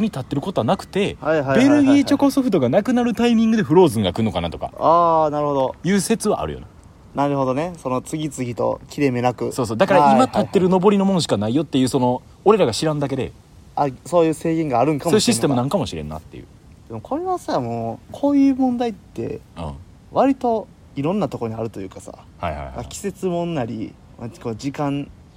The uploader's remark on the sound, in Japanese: 公園で収録しているので環境音が入っています